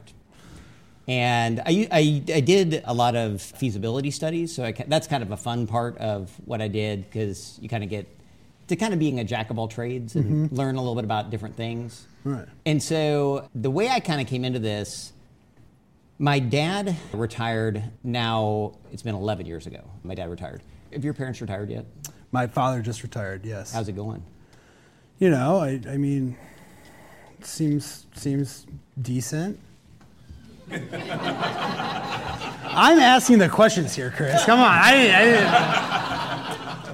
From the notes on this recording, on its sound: Recorded for a live audience at Capital Factory.